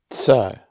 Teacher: The romanization for 菜 for a dish of food is C-A-I. The C in pinyin romanization is pronounced T-S.